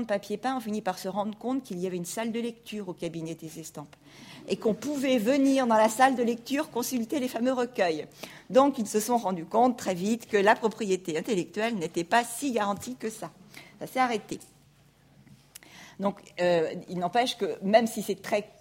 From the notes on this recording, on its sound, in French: Enregistrée le 28 janvier 2016 dans le cadre du colloque. Dans le cadre du colloque « Mobiliers, ensembles, décors.